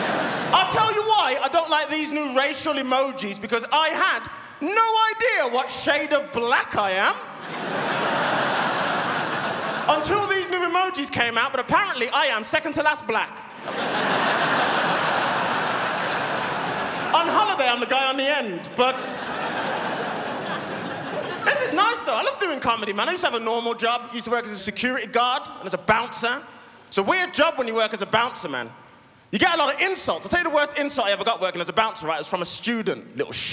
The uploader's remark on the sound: Melbourne International Comedy Festival's Opening Night Comedy Allstars Supershow. Palais Theatre.